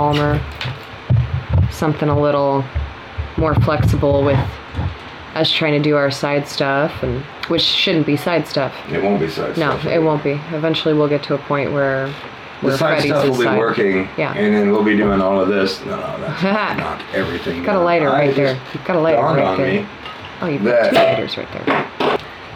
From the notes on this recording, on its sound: I recorded it on my computer.